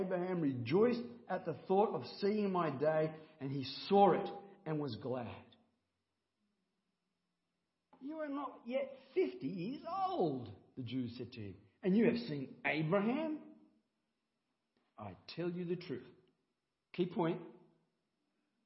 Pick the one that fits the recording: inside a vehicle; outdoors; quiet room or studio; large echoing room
large echoing room